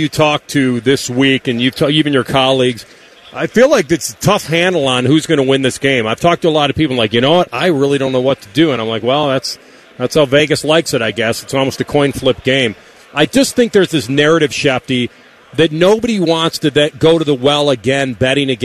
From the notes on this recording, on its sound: Live from Radio Row in Vegas!